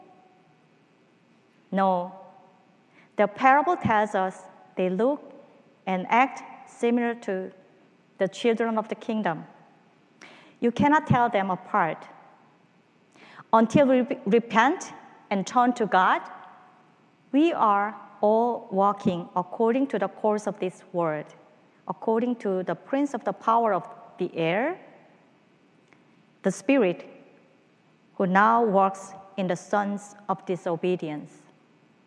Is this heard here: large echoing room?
yes